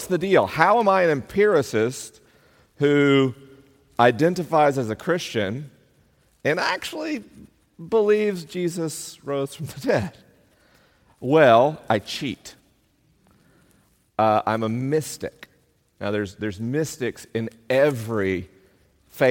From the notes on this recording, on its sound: LIVE in Columbus, OH. This week is a live episode: the questions are unscreened and the answers are unrehearsed. I'm traveling around the country on tour.